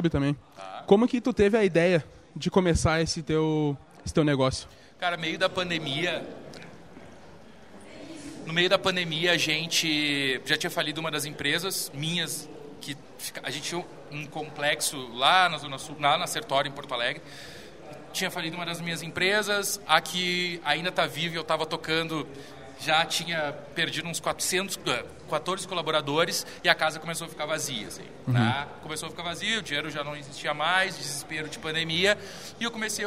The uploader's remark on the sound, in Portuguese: Episódio especial direto do Festival Mundial de Publicidade de Gramado